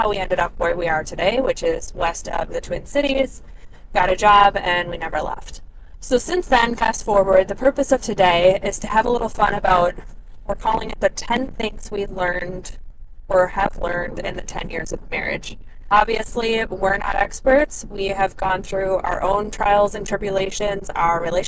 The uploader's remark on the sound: Conversation on Our Anniversary Trip with My Husband. This audio is from an on the go conversation on their anniversary trip in the car driving through California.